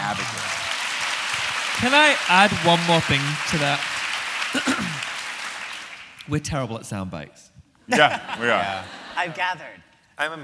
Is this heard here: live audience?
yes